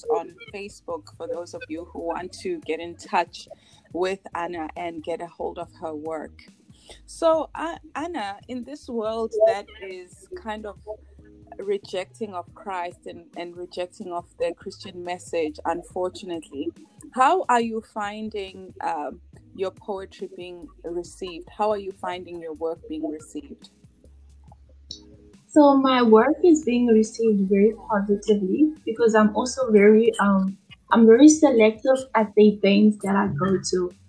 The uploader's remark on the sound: We apologize for the quality of this recording but we trust the message is clear.